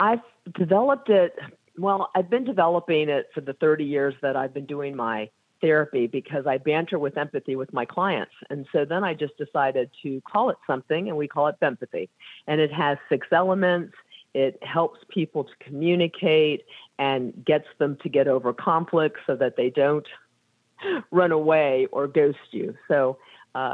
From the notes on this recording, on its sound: we take your calls in open phones across America